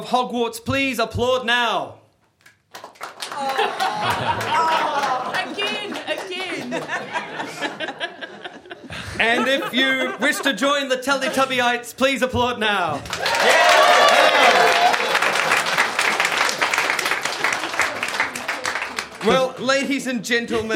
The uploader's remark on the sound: took the Nerd Degree gang to the 2015 NZ Skeptics conference